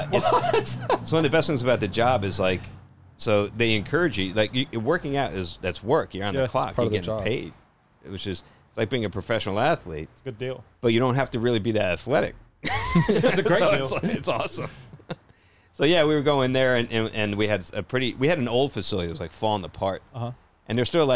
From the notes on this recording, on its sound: joins the boys in the truck